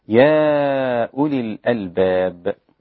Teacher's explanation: المد هنا مد منفصل، جائز المد إلى أربع حركات وست حركات